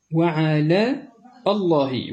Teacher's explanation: فإنه كما هو معلوم اللام مرققة، هي من الحروف المستفلة